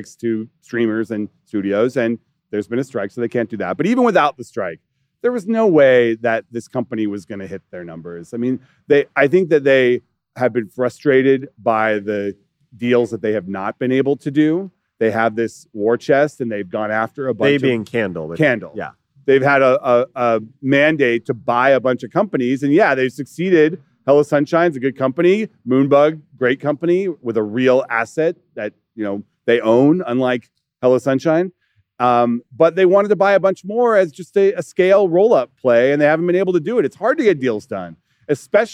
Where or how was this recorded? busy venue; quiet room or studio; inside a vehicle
busy venue